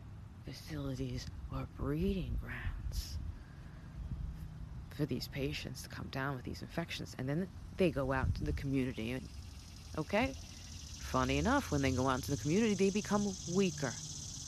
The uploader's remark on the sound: sorry for the screeching tires & traffic, it’s just what they do out here!